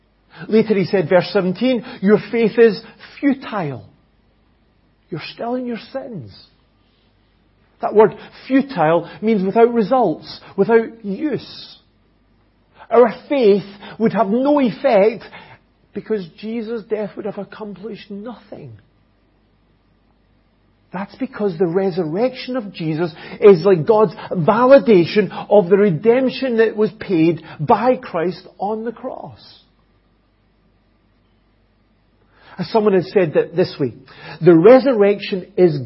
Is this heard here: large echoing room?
yes